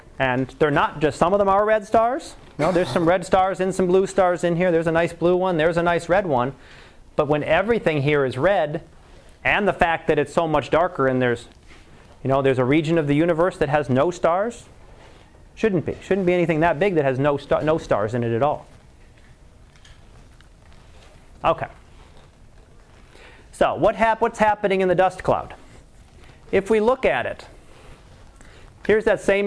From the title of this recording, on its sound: Live Class Lecture